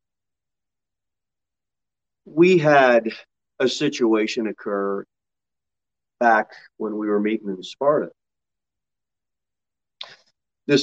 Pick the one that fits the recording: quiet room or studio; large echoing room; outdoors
large echoing room